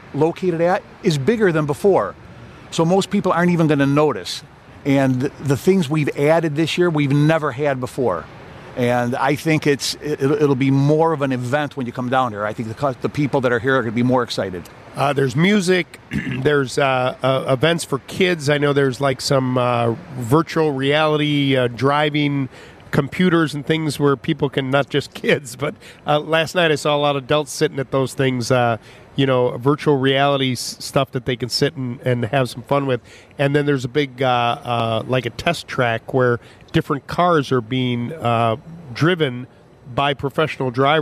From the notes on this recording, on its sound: LIVE from the Chicago Auto Show. LIVE from the Chicago Auto Show.